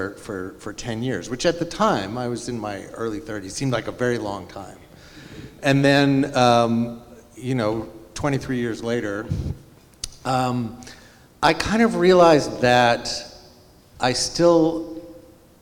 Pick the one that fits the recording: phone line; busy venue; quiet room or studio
busy venue